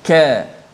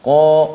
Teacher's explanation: adapun ka dia dekat makhrajnya tetapi sifatnya nipis tidak terangkat pangkal lidah · Shown in: first take